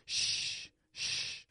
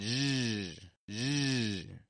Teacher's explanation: I'm voicing the SH position. · Shown in: second take